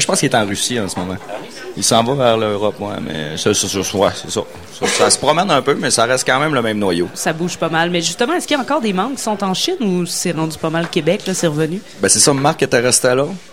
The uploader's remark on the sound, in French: Lors de leur passage au Festival d'été de Québec, en direct du bar Le Sacrilège, sur les ondes de CKRL 89,1.